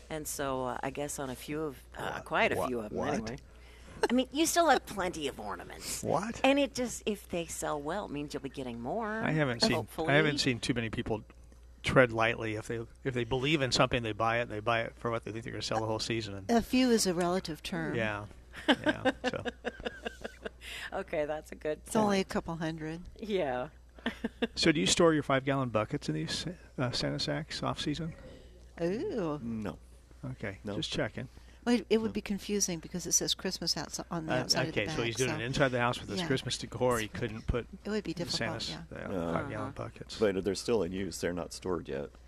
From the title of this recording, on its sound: Live at Prairie Gardens